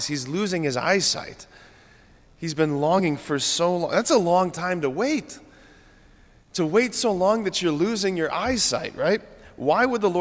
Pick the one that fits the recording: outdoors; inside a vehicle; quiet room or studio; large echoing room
large echoing room